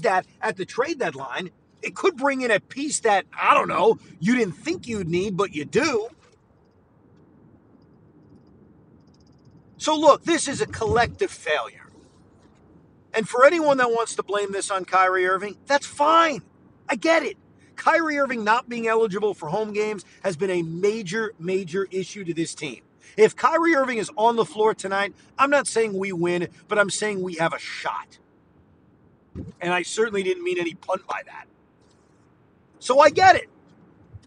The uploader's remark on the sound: Drive home reaction. While driving home.